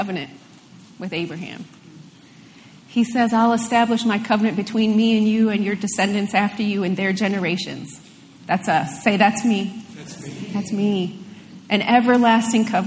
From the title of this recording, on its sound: LIVE Midweek Service